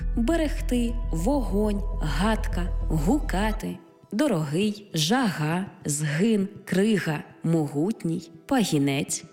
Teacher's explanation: Буква «г» передає на письмі глотковий щілинний приголосний